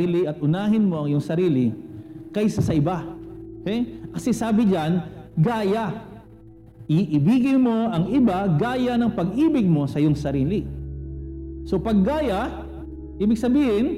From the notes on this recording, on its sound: Recorded at CJCRSG San Pablo on March 21, 2021.